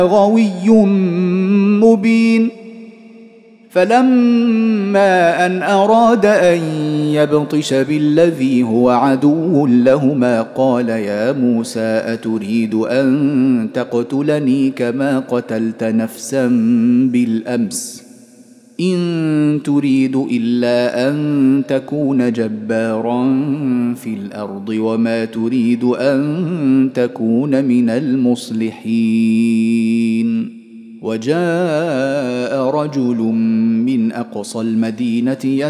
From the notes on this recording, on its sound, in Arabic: مسجل من صلاة التراويح بمسجد السلام بحي مشرفة بجدة.